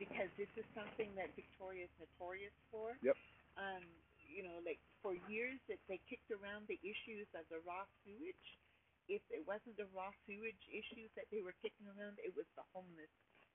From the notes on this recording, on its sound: Please forgive the audio I’m still learning